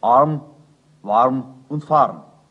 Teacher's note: Dabei gibt man sich wenig Mühe, das R überhaupt hörbar zu machen.